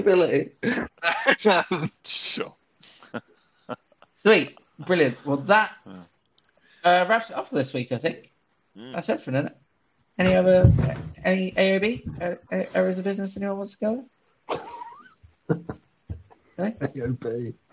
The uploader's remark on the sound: Sorry about the bad audio quality